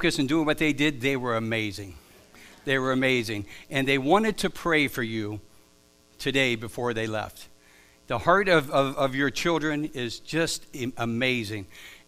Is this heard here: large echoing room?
yes